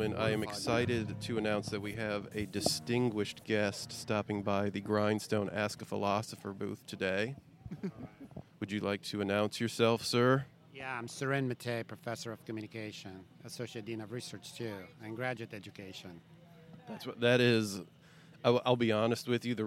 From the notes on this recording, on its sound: This week was itself part of the larger "150 Years of Giant Leaps" sesquicentennial celebration of Purdue University. We asked students and other passersby. Generally opened up the microphones giving people the opportunity to ask a philosopher any questions they had.